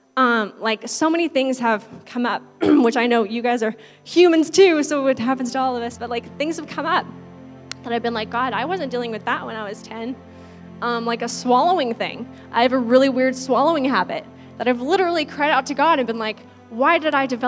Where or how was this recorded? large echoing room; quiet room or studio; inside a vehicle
large echoing room